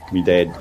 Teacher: it sounds more like dead, which is what a New Zealander would say. The vowel sound eh instead of ah.